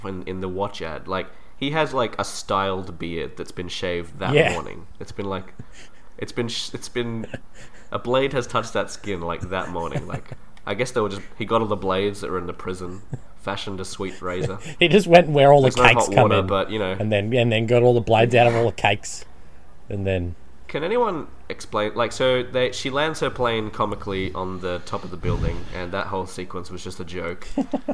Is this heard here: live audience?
no